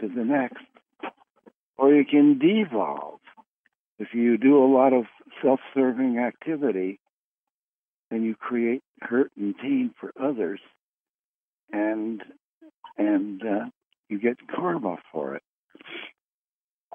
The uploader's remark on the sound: Conference Call LIVE, January 3, 2022